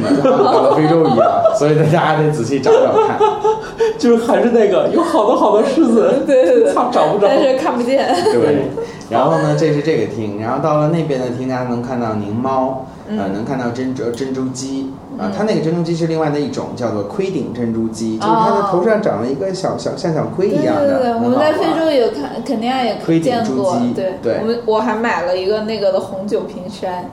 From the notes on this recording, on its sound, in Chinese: 本期节目为在什么值得买的办公区用录音笔录制，可能有回音及街上的汽车声，请见谅。